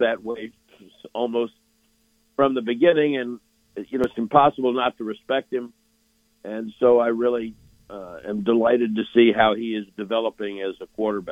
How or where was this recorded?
phone line